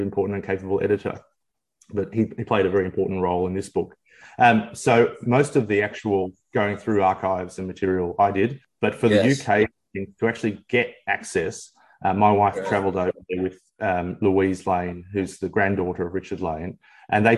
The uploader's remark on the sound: Via Zoom.